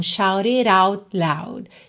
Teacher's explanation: O T de out não virou rararã porque loud começa em L. Não teria como ligar.